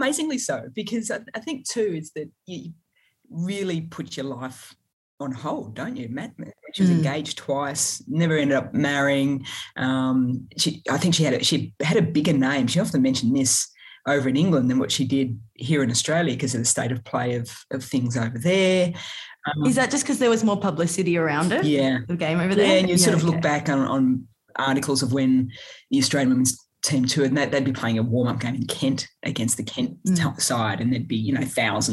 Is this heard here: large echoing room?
no